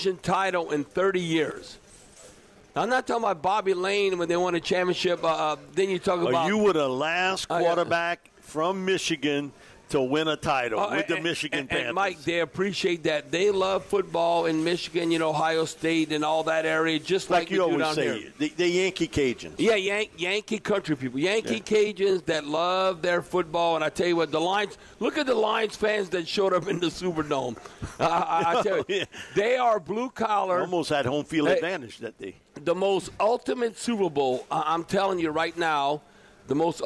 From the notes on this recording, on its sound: Texas Longhorns have invaded New Orleans for the Sugar Bowl. Broadcasting LIVE from Rouses on Tchoup.